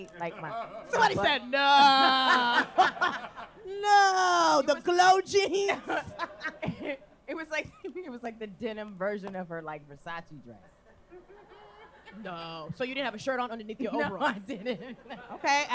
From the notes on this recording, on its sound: Unofficial Expert Live in San Francisco. Listen to our live show in San Francisco from last month. Take some audience questions.